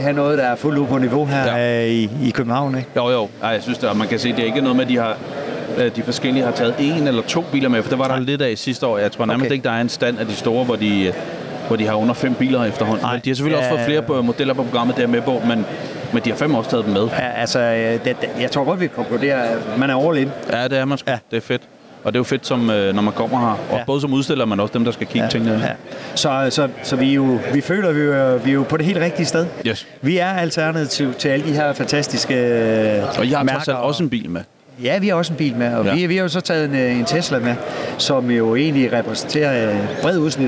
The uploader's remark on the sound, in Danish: Vores mission på dette års eCarExpo 2023 var at møde nogen af de brands, start-ups, muligheder og bilmærker som hele bølgen af elbiler har ført med sig. Episoden er optaget på branchedagen på eCarExpo.